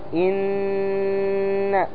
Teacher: عندما تقول إن لاحظ أن الغنة تخرج من الداخل وهو ما يسمى بالخيشوم